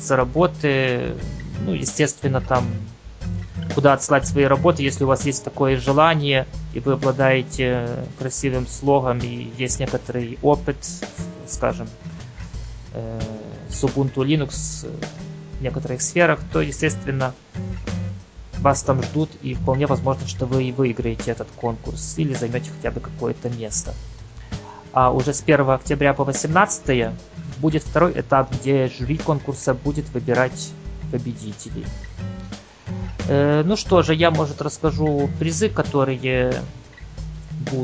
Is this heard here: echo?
no